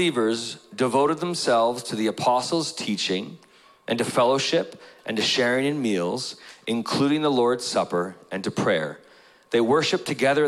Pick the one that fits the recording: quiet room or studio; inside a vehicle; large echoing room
large echoing room